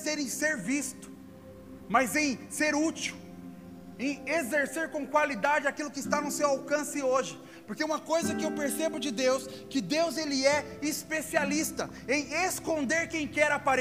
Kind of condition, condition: setting, large echoing room